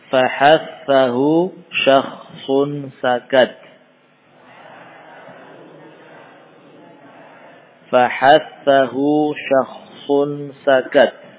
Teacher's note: Ya, kebanyakan huruf-huruf hamas adalah ketika kita raba hanjarah tidak ada getaran, ya, karena memang tidak ada ihtizaz, tidak ada getaran pada pita suara